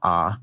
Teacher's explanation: the vowels in the words lot and thought for me are the same vowel. When I pronounce them, they're both ah.